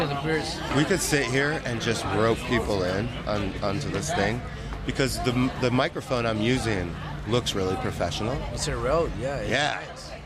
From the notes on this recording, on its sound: recorded live between midnight and 2am on the streets of the Lower East Side at 117 Ludlow St in front of the Alyssa Davis Gallery afterparty